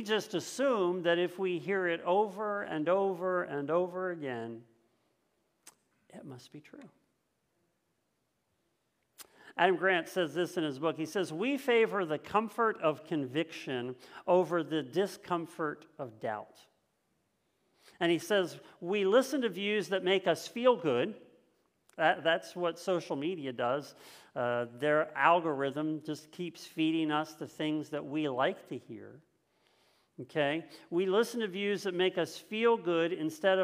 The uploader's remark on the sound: This message was first preached on January 2nd 2022 at Linglestown Life Church in Harrisburg PA.